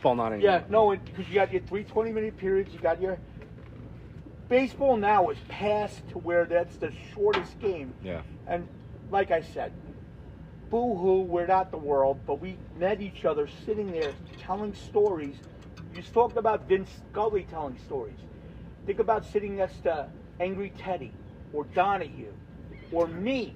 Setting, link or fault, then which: setting, outdoors